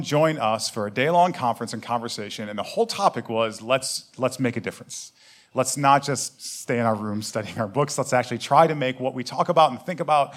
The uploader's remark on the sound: Live from Cambridge, MA. This week we come to you live from our Cambridge show.